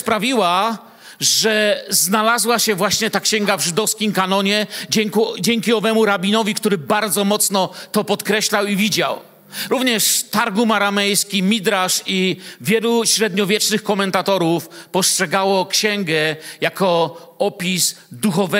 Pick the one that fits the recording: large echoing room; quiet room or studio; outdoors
large echoing room